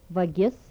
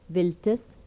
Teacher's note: Labiodental fricatives without palatalization.